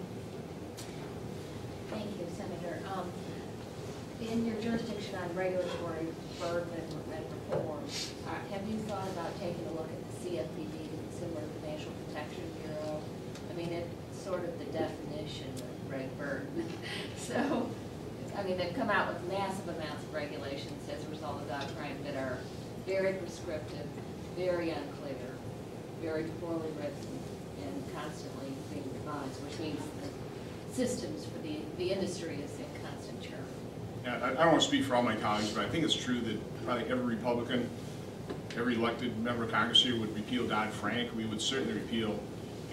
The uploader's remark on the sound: Addresses The Ripon Society on March 5, 2015. WASHINGTON, DC. Appeared before a breakfast meeting of The Ripon Society.